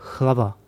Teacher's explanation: C'est une espèce de H expiré qu'on trouve aussi, je crois, en ukrainien, en polonais.